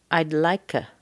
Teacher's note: The K and the schwa sound for A connect together.